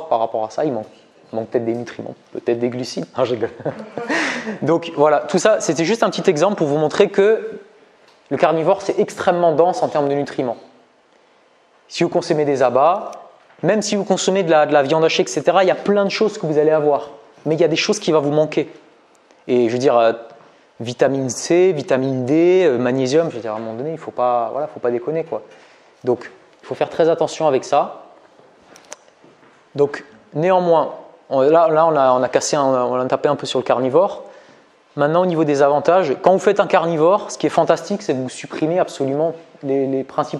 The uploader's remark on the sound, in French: Extrait de conférence